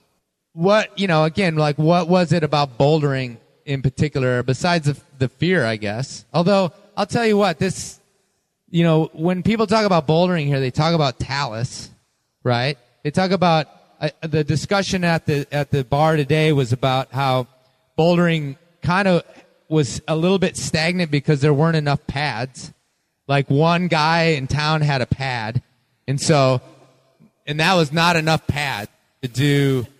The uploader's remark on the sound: Live from Devils Lake Craggin’ Classic. A live show recorded last year at the American Alpine Club’s Craggin’ Classic in Devils Lake, WI. One rainy, soggy, muddy night, three guest joined me for a panel discussion.